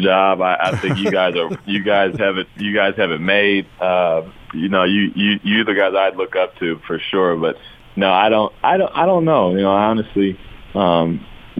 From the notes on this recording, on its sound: called in to 'The Big Show'